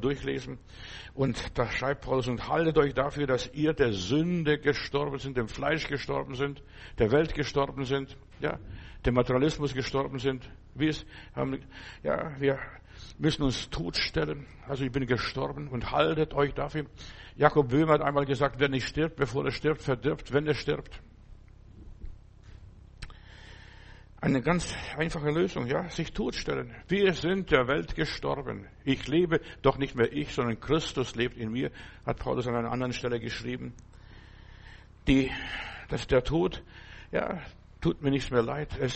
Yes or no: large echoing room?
yes